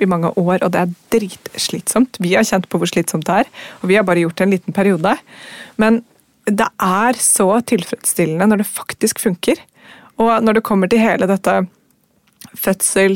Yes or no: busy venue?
no